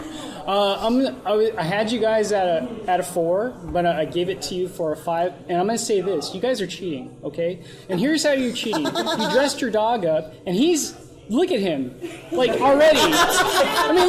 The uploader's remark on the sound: Come to you "live" from the first annual UncleDad Halloween Bash.